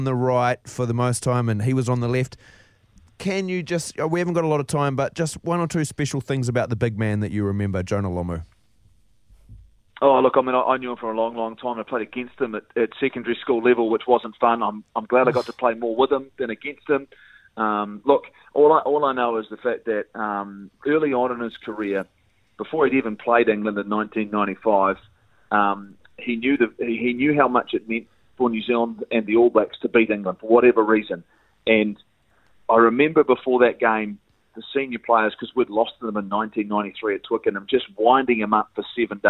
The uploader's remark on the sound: Joins us on the phone.